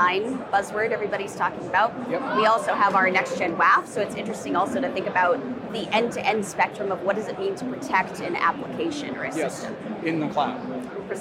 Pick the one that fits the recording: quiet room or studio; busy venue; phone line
busy venue